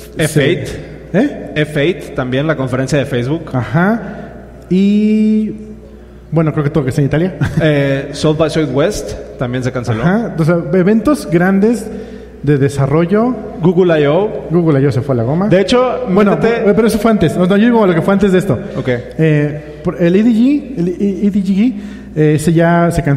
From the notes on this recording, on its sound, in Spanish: Episodio grabado frente a audiencia en CDMX. Respondemos preguntas del público.